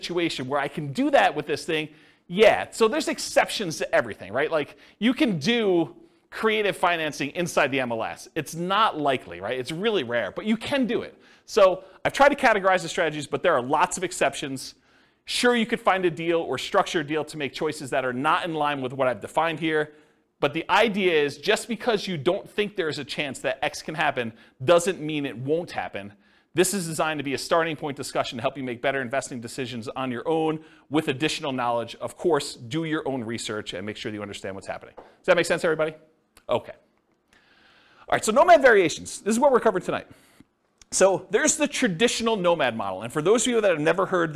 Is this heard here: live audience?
yes